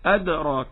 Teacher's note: وتفخم الراء لأنها مفتوحة